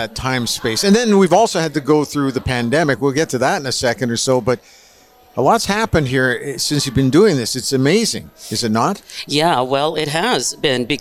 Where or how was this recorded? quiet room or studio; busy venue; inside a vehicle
busy venue